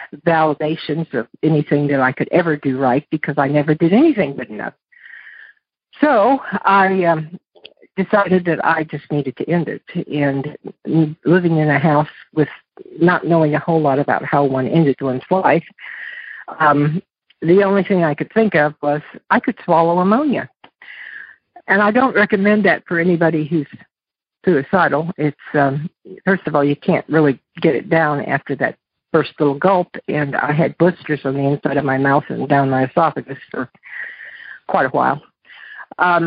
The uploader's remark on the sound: Monday Noon Phone Speakers Series